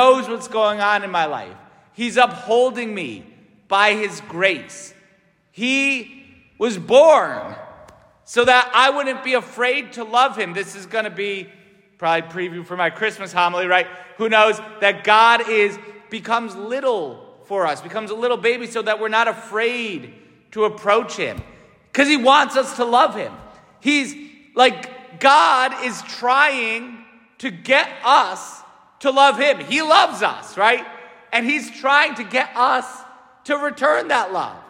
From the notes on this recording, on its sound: St Francis Catholic parish homily